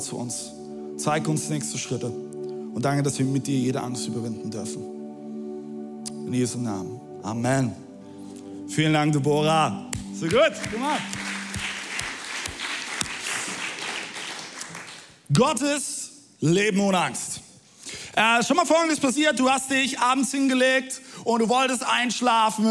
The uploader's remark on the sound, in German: Audiomitschnitt der Predigt.